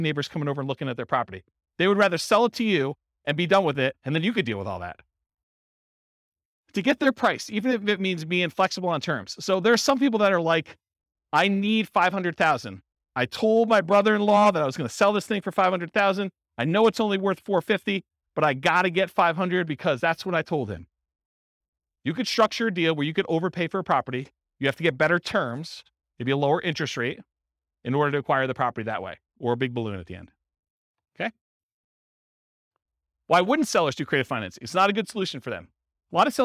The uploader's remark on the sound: This was a live class recorded